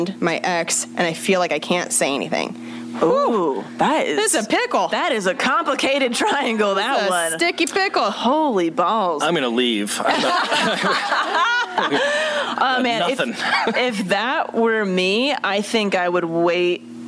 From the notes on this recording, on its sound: Recorded a LIVE episode of Self-Helpless at The All Things Comedy Festival in Phoenix.